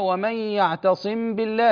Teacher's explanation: يعني الميم لا تظهر وكذلك لا تدغم فيما بعدها، بصفة بين الإظهار والإدغام عار عن التشديد، فالإخفاء لا تشديد معه بخلاف الإدغام، مع بقاء الغنة في الحرف الأول أي في الميم، مع بقاء الغنة في الحرف الأول أي في الميم.